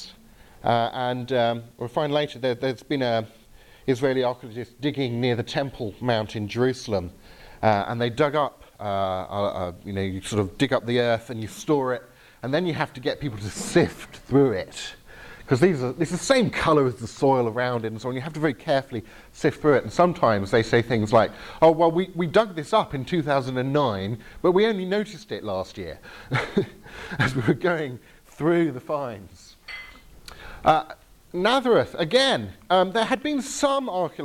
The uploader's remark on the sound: Talk with Q&A from the Reality 3:16 residential weekend in Northern Ireland, 17th March 2018